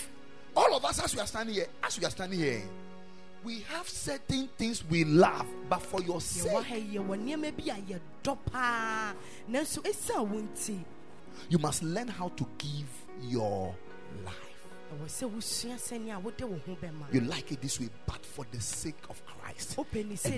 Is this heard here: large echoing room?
yes